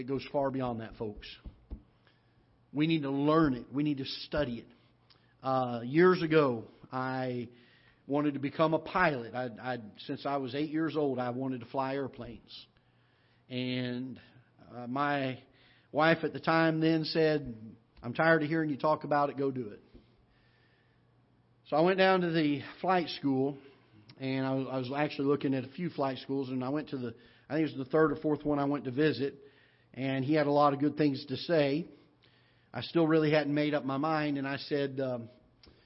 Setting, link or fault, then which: setting, large echoing room